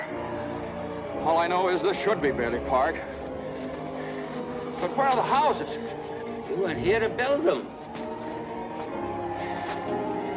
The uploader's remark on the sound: Recorded live on Sunday 29 December at C3 Church Cambridge